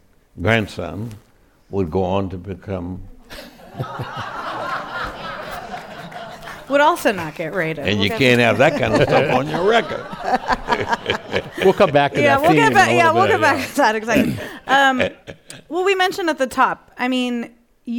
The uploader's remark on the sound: a conversation at KQED Live